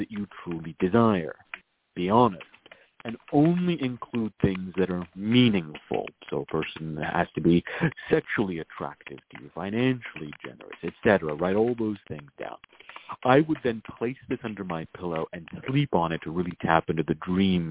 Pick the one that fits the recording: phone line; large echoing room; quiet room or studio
phone line